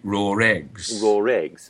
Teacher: So we'd have an intrusive R there. So we've got A and O.